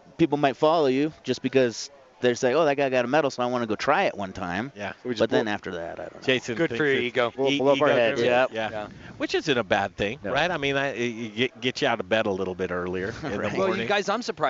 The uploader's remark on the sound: We're live from Rocker Spirits in Littleton Colorado!